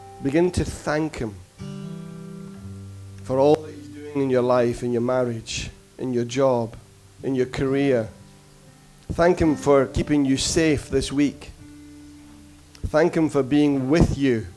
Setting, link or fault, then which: setting, large echoing room